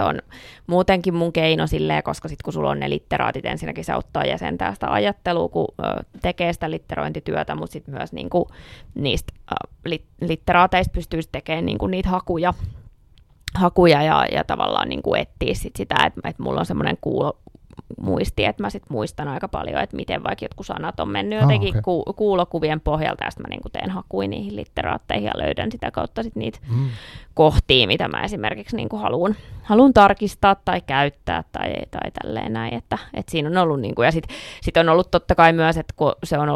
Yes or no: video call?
no